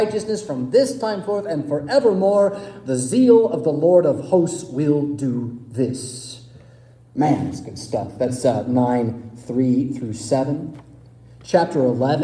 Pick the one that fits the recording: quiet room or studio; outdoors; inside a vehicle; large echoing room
large echoing room